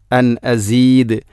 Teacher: അൻ അസീദ് വഖഫ് ചെയ്യുമ്പോൾ ദാലിനെ കൃത്യമായിട്ടും വെളിവാക്കണം, ഖൽഖല എന്ന സ്വിഫത്ത് ചെയ്യണം.